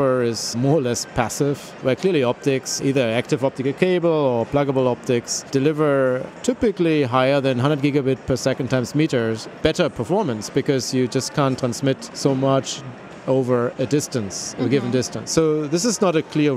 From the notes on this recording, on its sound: join us live from the Intel Developer Forum in San Francisco